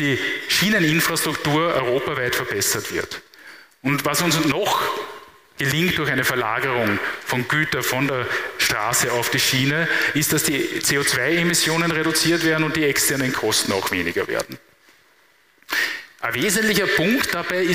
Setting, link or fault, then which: setting, live audience